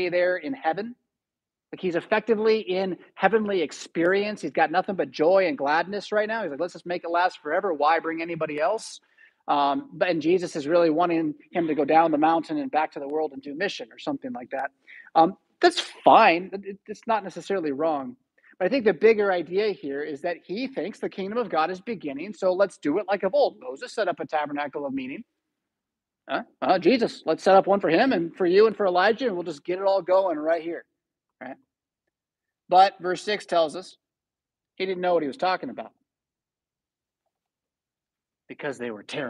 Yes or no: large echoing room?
yes